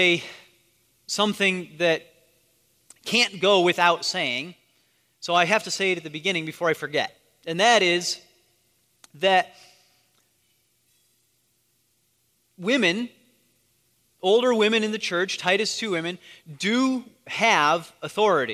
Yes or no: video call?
no